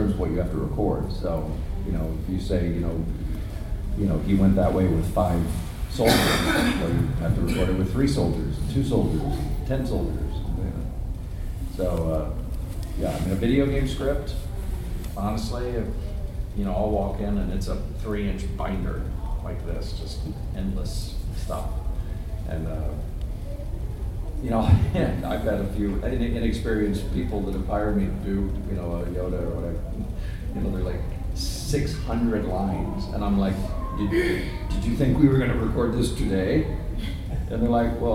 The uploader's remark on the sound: Panel Gulf Coast Fan Fest 2018